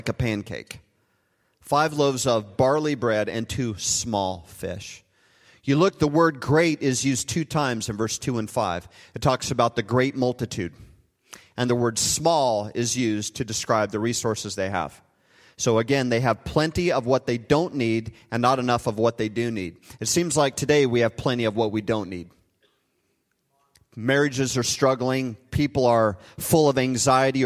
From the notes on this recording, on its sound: Recorded live at Hope Church in Springfield, Mo.